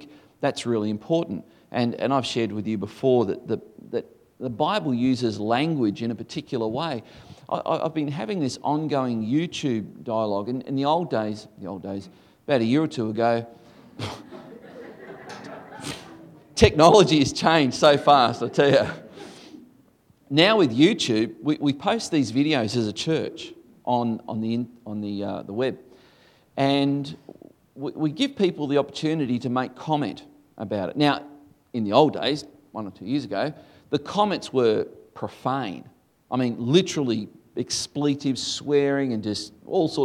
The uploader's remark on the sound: This message was originally recorded before a live audience